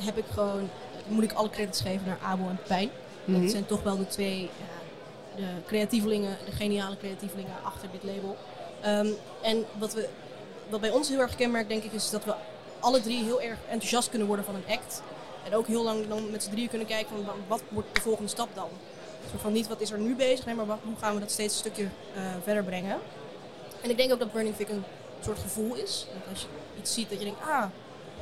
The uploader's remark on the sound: Live vanaf Eurosonic Noorderslag. In de gloednieuwe podcast area.